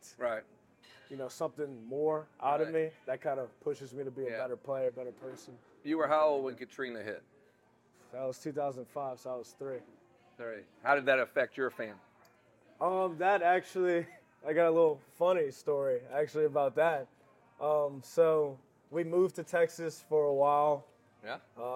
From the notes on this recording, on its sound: at Modesto Tacos Tequila & Whiskey in Baton Rouge for some great food